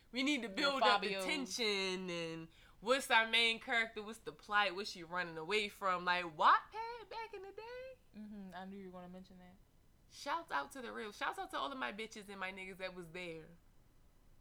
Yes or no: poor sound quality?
yes